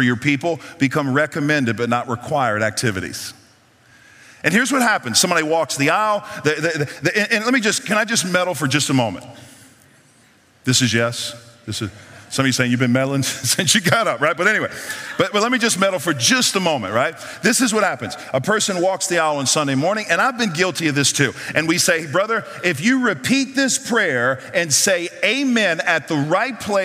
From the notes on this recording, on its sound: The following audio comes from the National Disciple Making Forum by Discipleship.org. We had some great Main Stage speakers bring us convicting and inspiring messages.